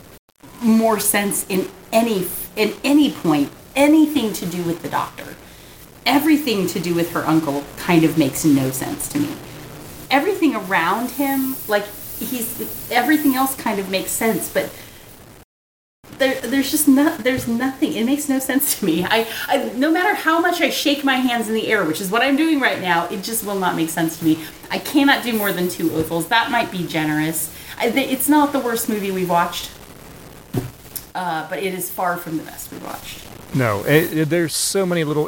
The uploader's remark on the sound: There was an error in editing and there are some audio issues